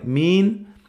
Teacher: Puedes decir min, una M-I-N, una I larga